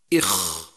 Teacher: وأما بالنسبة لصفات حرف الخاء، صفاته المتضادة، أولا حرف الخاء حرف مهموس يجري معه النفس عند النطق به، وقد مرت معنا حروف الهمس سابقا التي يجمعها قولك فحثه شخص سكت، وحرف الخاء واحد منها إخ. ثانيا، حرف الخاء حرف رخو يجري معه الصوت عند النطق به، خلافا للأحرف الشديدة التي ينقطع الصوت عند نطقها. · حرف الخاء حرف مستعل يستعلي أقصى اللسان عند النطق به